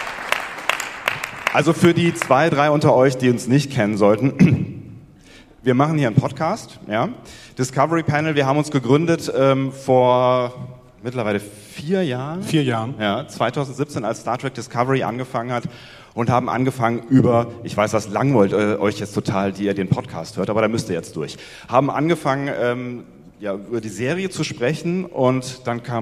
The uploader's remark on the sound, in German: Live von der Fedcon 29